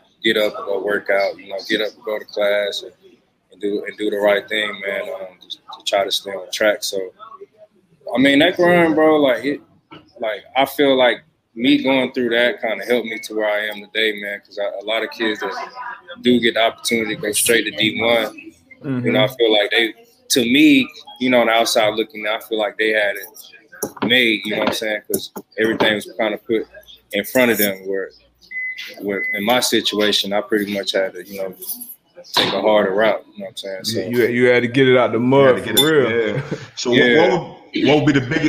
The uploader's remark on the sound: we did have some outside noise going